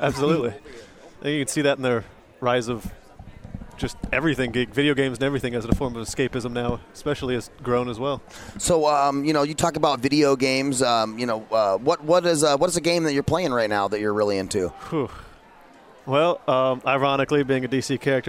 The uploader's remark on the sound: Broadcast LIVE from Phoenix Comicon 2017. Phoenix Comicon is a multigenre entertainment and comic book convention held annually in Phoenix, Arizona. In 2016, the convention set an attendance record of 106,096 with 2017's convention on track to exceed those attendance records.